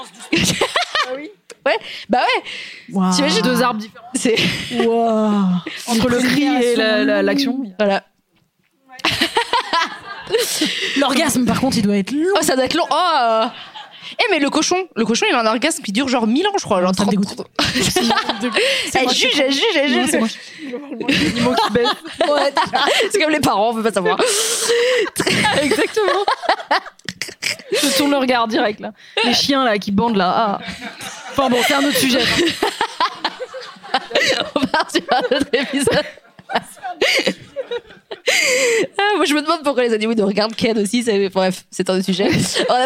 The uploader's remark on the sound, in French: en public